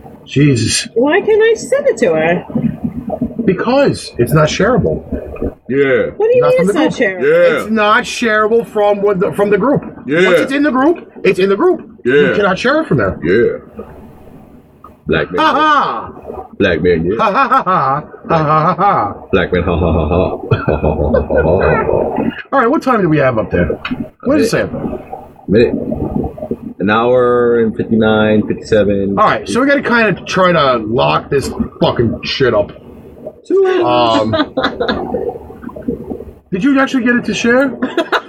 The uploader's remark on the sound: TECHNICAL DIFFICULTIES!!!!!